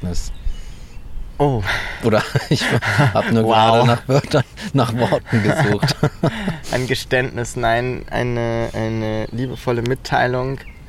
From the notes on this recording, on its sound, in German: Diese Freilandfolge wurde zudem unter besten Zuchtbedingungen mitten im Volkspark Rehberge aufgezeichnet.